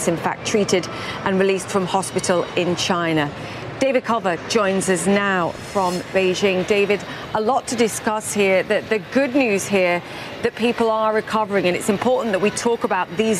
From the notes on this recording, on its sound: live from the New York Stock Exchange.